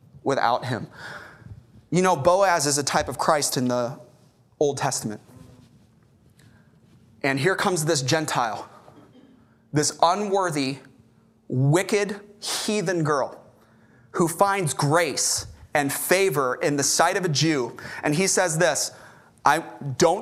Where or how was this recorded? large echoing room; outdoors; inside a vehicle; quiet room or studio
large echoing room